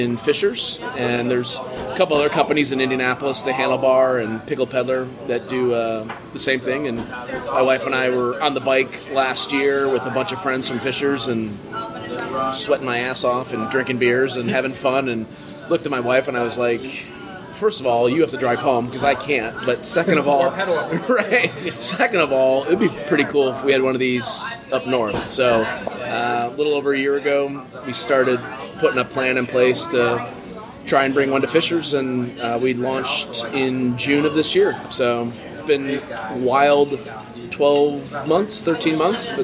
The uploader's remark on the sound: Live from Brixx